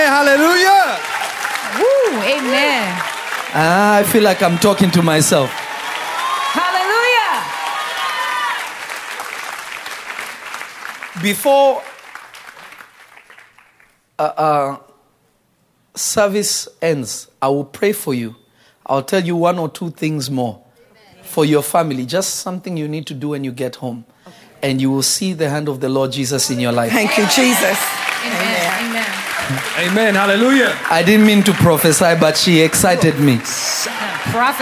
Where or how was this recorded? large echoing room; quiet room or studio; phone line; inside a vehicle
large echoing room